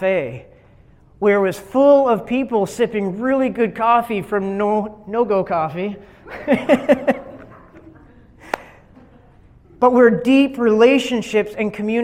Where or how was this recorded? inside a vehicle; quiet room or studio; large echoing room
large echoing room